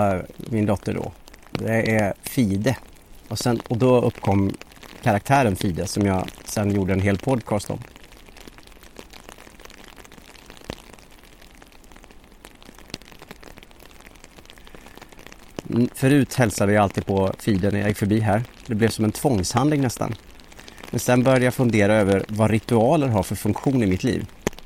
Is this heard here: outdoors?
yes